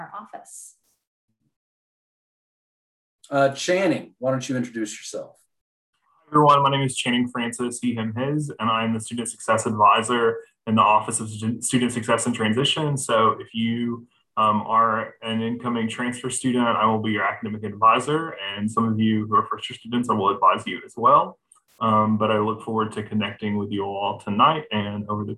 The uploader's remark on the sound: Zoom Info Session